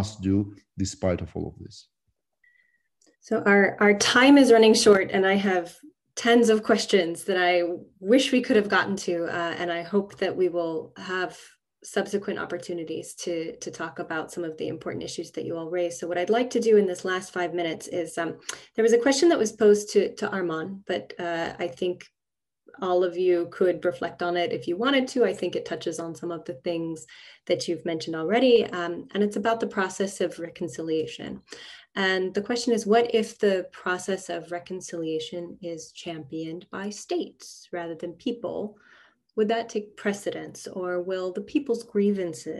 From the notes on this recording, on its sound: This panel was part of the virtual 2021 REECAS Northwest Conference.